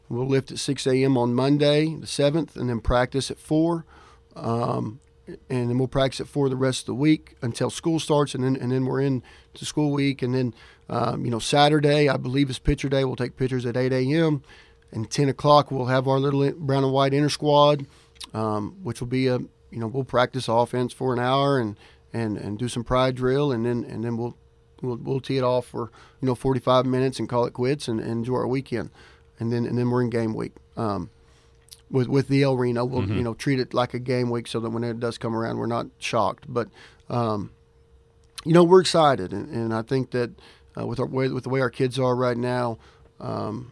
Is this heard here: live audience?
no